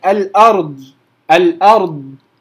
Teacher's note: أنا لما أجي أنطق الضاد، لما أقول الأرض، الأرض، معرفش الصوت واصل عندكم كده ولا لأ، الأرض، الضاد بتجري معايا، بتجري على حافة اللسان